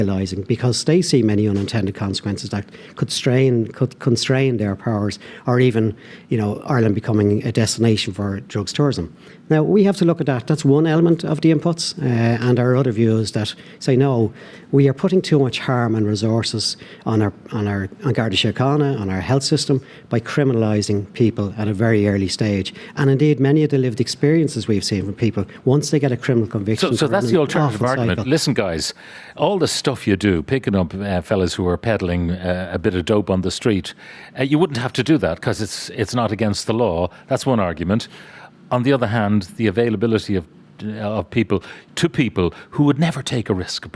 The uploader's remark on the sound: live from Aviva Stadium